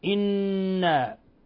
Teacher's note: إلصاق طرف اللسان في أصول الثنايا العليا · Term: نون مشددة